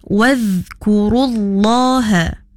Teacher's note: Dhal mati ataupun dhal sukun kena ditahan, jangan dilantunkan.